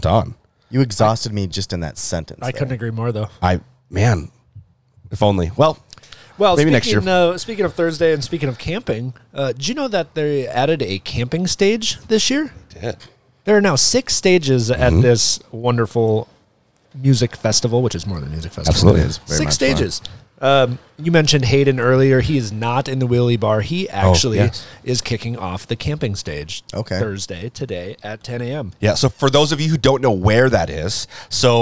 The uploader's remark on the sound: Live at Lakes Jam